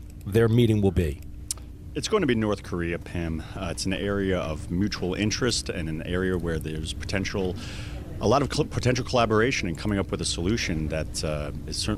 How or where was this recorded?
busy venue